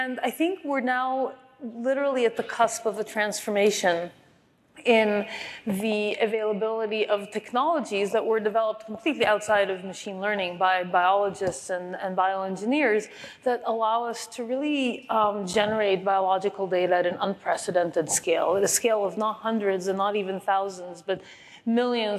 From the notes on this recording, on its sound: Recorded at ODSC West.